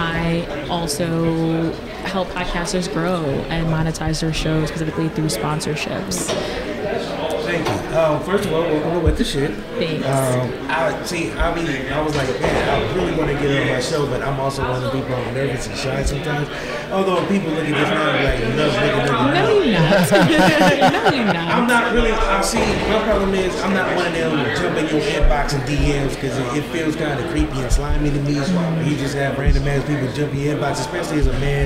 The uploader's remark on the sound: This is one action packed hour live from Thee Black Hallway reported live at Podfest 2024 for the 10th anniversary in Orlando.